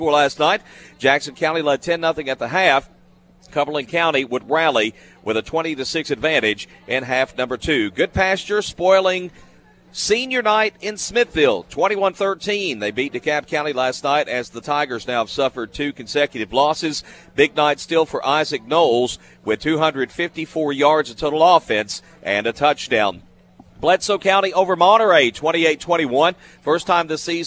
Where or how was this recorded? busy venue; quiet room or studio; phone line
busy venue